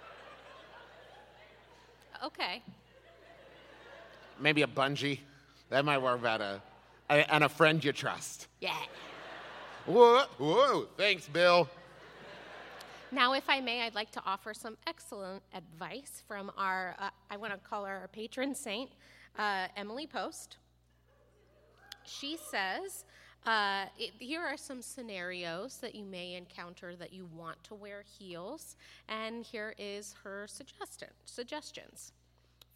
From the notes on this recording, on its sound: Was recorded LIVE in Pittsburg!